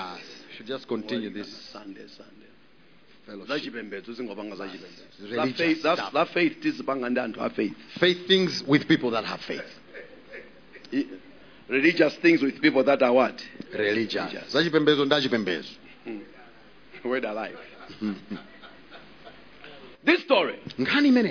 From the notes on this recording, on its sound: Preached at the Encounter Service at Word Alive Blantyre City Church on 12th February 2023